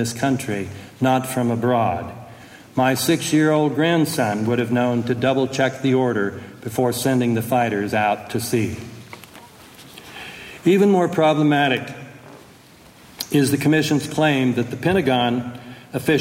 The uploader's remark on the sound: From a speech delivered on October 12, 2005 in Montpelier, Vermont